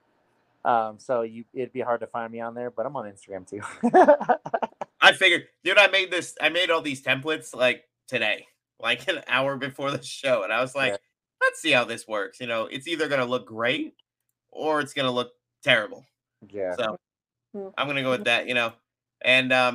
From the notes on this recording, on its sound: Connection issues aside, which were kinda fixed in post production